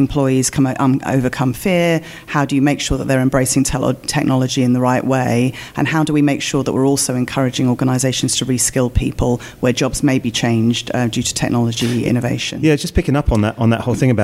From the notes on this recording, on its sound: The first of three special episodes recorded in partnership with Microsoft from their Future Decoded event in ExCeL, London.